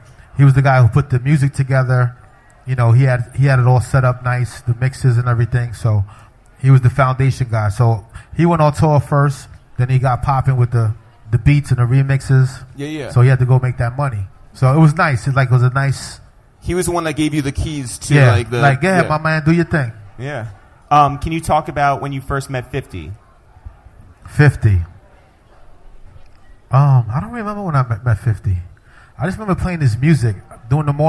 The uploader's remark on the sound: This week, we hosted a live podcast from NYC's famed concert venue SOB's.